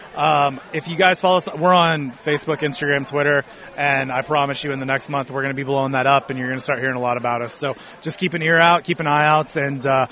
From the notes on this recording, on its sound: We were Live at Parkville Microbrew Fest